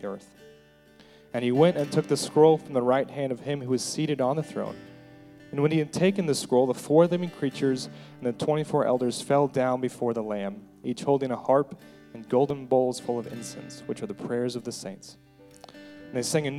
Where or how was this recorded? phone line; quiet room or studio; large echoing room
large echoing room